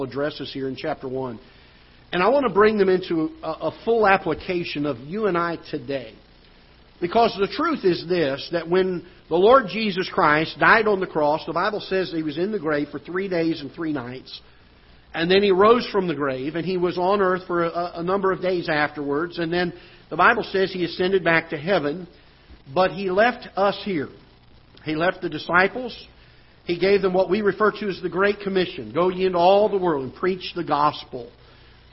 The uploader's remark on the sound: Ketha Heights Baptist Church ~ Live Broadcast